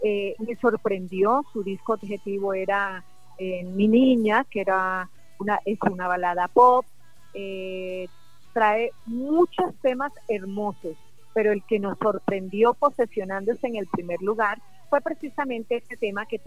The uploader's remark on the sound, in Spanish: Entrevista Telefónica en Heliconia Radio - Casanare Colombia.